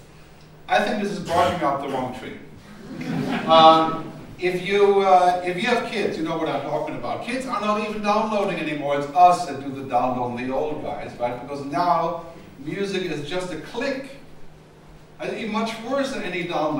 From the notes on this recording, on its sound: presentation at the Contemporary Music Centre's conference 'The Future of Music in the Digital World', which took place at the Coach House, Dublin Castle on 11 June 2010